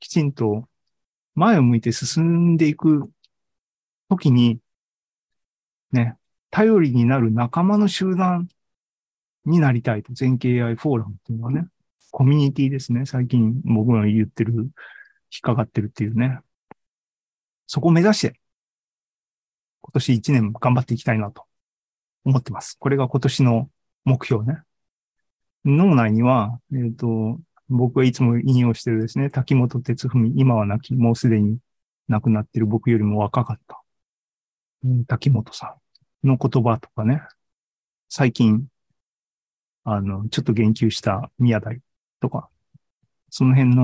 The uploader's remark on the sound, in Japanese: ２０２３年１月２５日に開催した ZOOMライブの模様です